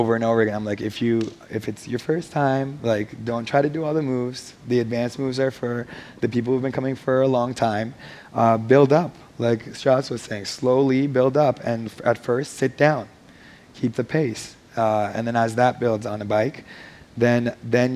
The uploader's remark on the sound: On stage at #BoFVOICES 2017